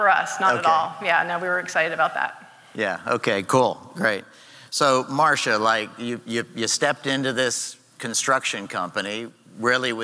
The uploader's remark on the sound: Live from Summit! On stage for a discussion.